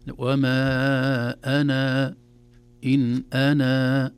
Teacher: حذفنا الألف تماما في كل أنا في القرآن الكريم محذوف إلا إذا وقفنا عليها · Term: حذف الألف وصلا